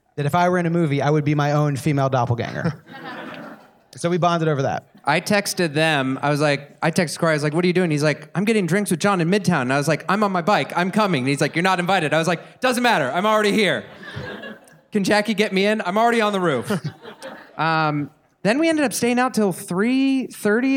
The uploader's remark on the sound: LIVE from the Bell House in Brooklyn, NY. Our very first LIVE episode from our LIVE show.